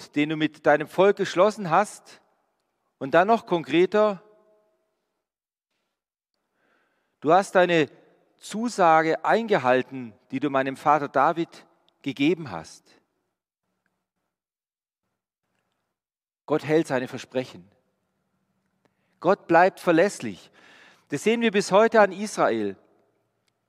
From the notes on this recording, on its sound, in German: Die Predigt aus einem Gottesdienst der EvangelischenGesamtkirchengemeinde Marschalkenzimmer-Weiden.